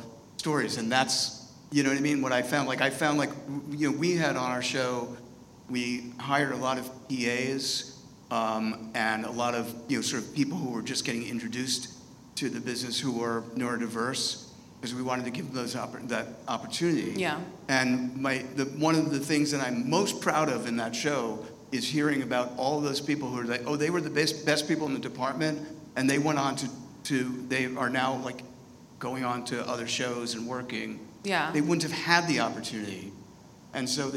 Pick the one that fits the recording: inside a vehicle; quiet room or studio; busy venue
busy venue